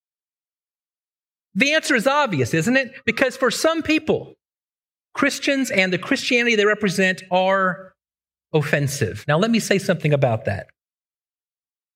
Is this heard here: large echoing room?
yes